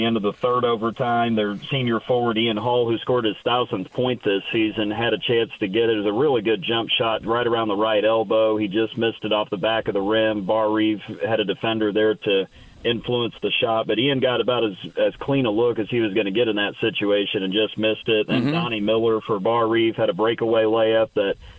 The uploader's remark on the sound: Ball State Radio Network called